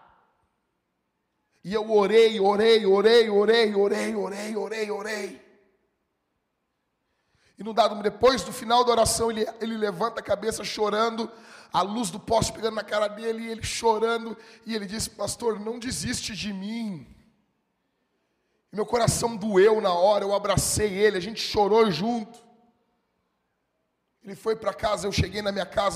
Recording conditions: large echoing room